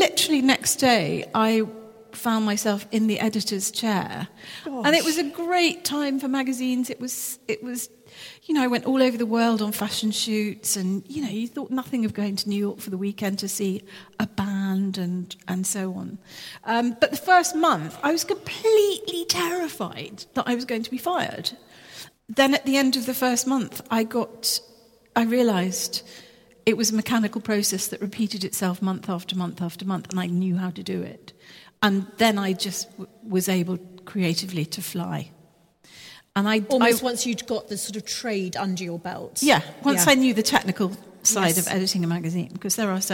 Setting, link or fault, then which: setting, large echoing room